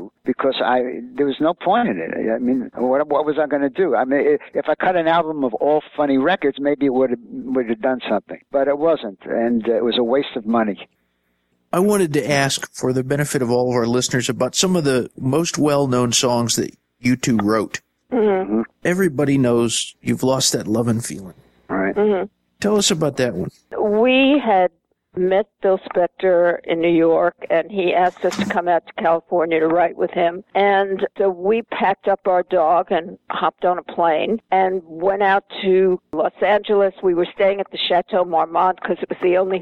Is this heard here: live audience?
no